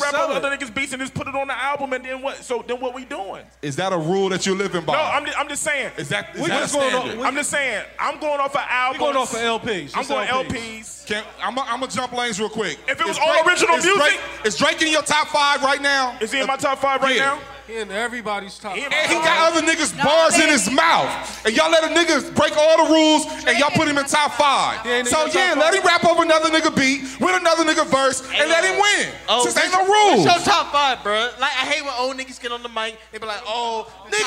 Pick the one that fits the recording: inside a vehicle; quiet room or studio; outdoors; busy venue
busy venue